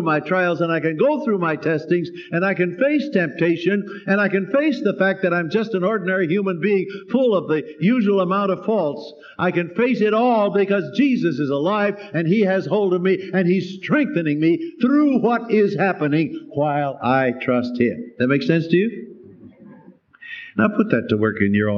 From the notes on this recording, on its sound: Special Easter Sunday sermon, preached live by Dr. At Calvary Baptist Church, New York City.